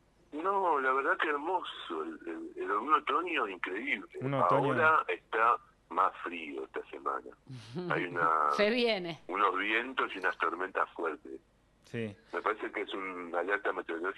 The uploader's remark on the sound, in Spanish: Charla telefonica